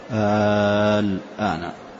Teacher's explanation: آل اللام سكون وليس بشدة، فيكون مد لازم كلمي مخفف